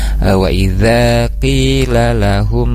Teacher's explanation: mim sukun bertemu mim harus ditahan dulu